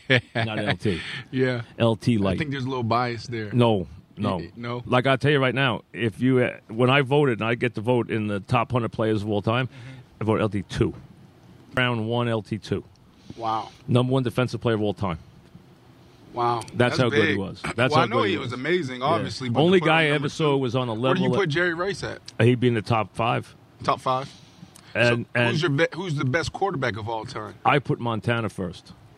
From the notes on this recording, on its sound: live from Giants camp